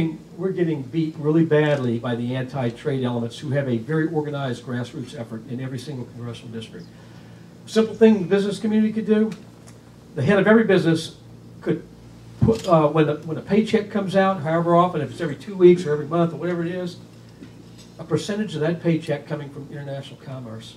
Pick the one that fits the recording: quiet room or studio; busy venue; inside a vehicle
busy venue